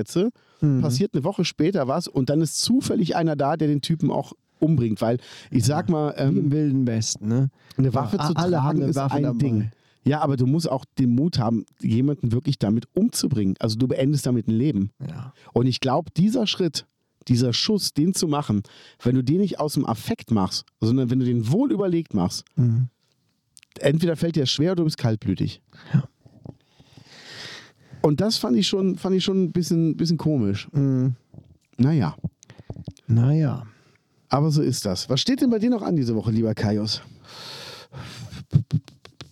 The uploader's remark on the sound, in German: wir haben uns draussen getroffen, haben wunderbar in der Sonne gesessen, aufgenommen